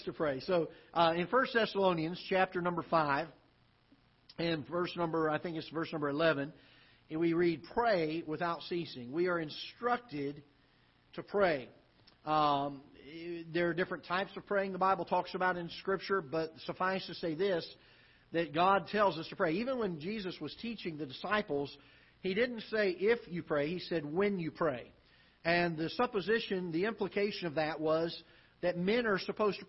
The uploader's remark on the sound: Ketha Heights Baptist Church ~ Live Broadcast